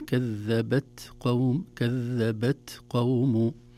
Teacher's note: لأن طبعا هنا القاف بعدها حرف شديد أيضا، فيخشى لإظهاره أن نقلق، نقول كذبت قوم، فتصبح قلقلة وليست همس. إذن الهمس في التاء خروج هواء يسير وليس كثير، لأن الحرف مجهور وليس مهموس، عفوا، لأن الحرف شديد وليس رخو.